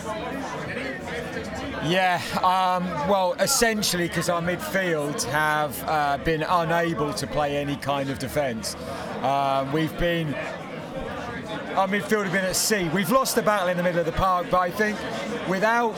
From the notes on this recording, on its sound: Live from the Villa Game.